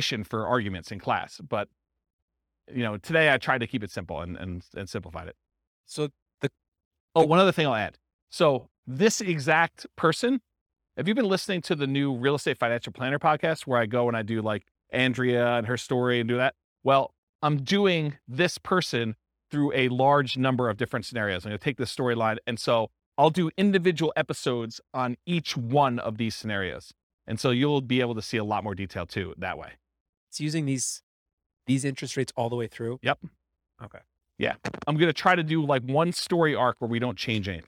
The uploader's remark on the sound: This was a live class recorded